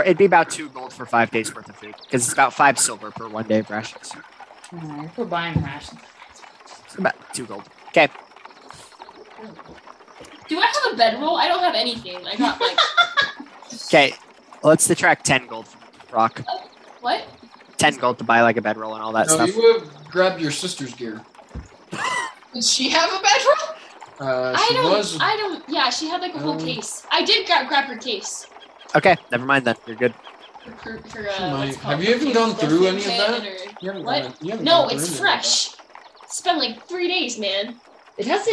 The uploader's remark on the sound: The audio on this episode is a bit rough, should be fixed by next time.